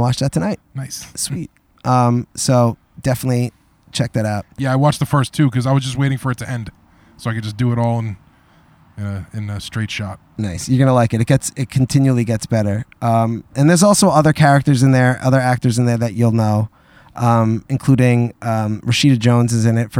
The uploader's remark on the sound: On their first ever live backyard show